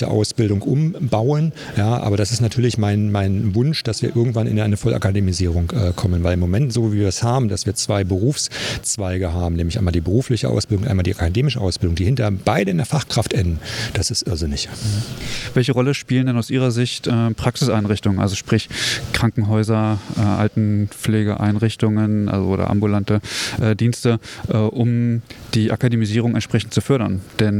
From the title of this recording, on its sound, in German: Live vom Deutschen Pflegetag 2022 (Erster Tag)